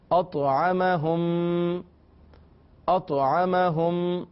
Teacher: تو طا حروف قلقلہ میں سے، لہذا آواز میں جنبش پیدا ہوگی